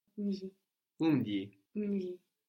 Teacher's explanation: So the beginning bit is actually mu, only that the u is mostly lost before a consonant.